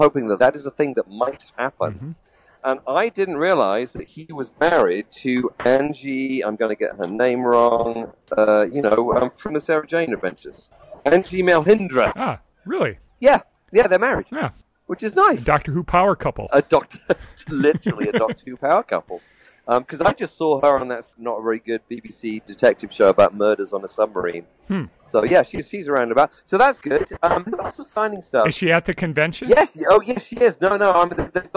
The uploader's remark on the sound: reports in live from Day 1 of the 32nd Gallifrey One convention in sunny Los Angeles, California